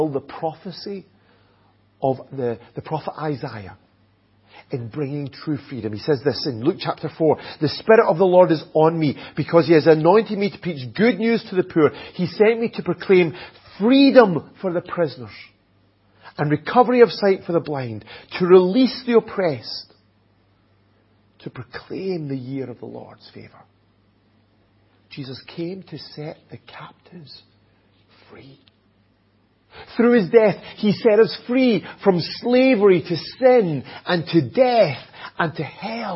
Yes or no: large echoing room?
yes